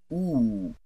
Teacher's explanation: the highest vowel sound that can be pronounced in the back of the mouth. It's the oo sound.